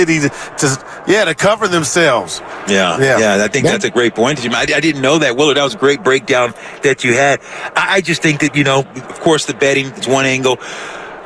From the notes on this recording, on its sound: LIVE from Radio Row in Las Vegas ahead of the Super Bowl.